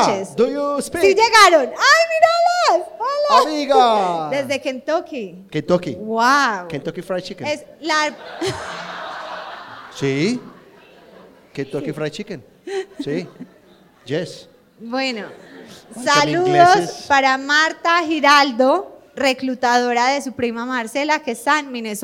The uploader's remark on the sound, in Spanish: Primer Show en Vivo!!!!! Nuestro primer episodio en Vivo!!!!